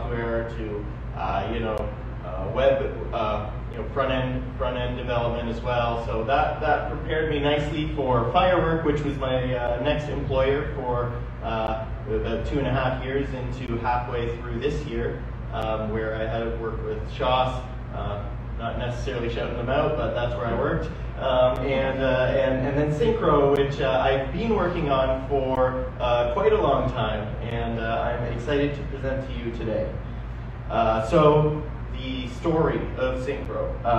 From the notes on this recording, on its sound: The conversation at the Milton Innovation Community Meetup